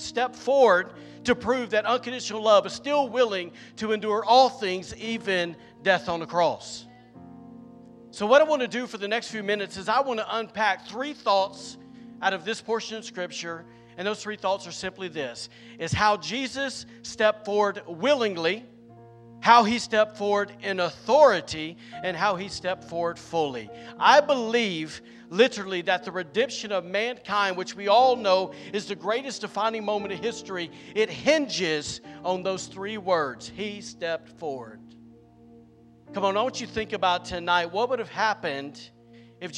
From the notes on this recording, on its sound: was recorded on Saturday, April 8th, 2023, during Easter evening service at The Anchor Church in Rockport, Maine